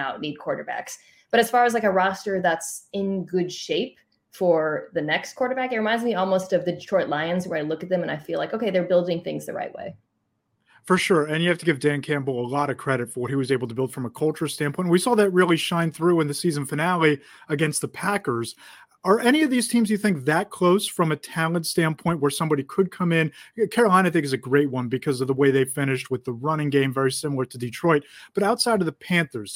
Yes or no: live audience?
no